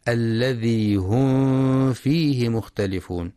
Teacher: وفي قوله سبحانه: الذي هم فيه مختلفون، من الأحكام التجويدية التي ينبغي مراعاتها في هذه الآية الإظهار الشفوي، الميم الساكنة بعدها حرف الفاء، فلا يقرأ بإخفاء الميم. الذي هم فيه مختلفون، يقول صاحب التحفة: واحذر لدى واو وفاء تختفي لقربها والاتحاد فاعرفي.